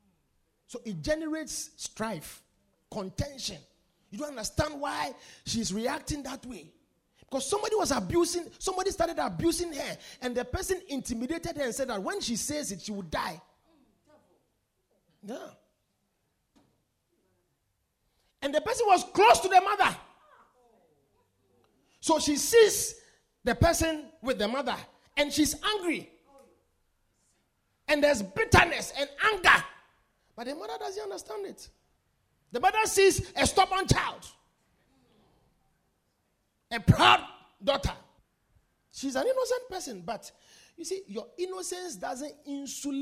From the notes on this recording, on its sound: Preached at The Victory Secrets Service.